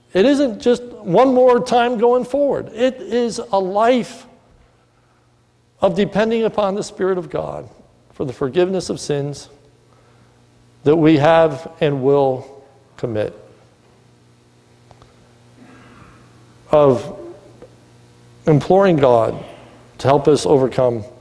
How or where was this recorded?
large echoing room